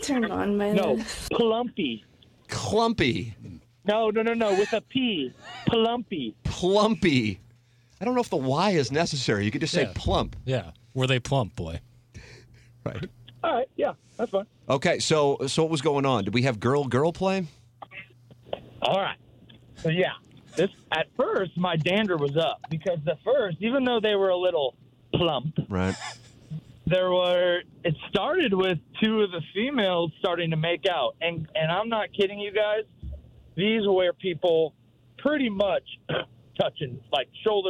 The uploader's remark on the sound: joins the program via the phone lines.